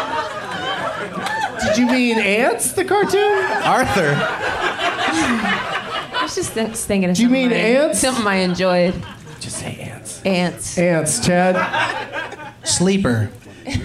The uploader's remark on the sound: Live from The Punch Line in San Francisco